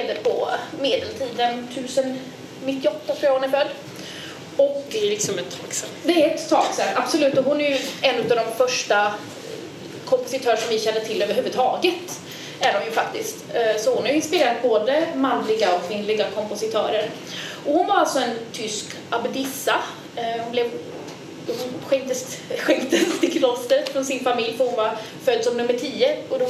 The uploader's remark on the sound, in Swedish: Live på Kvinnohistoriska. Kvast Pop Up Pod kör live från scenen under invigningen av Kvinnohistoriska museet i Stockholm 3 mars.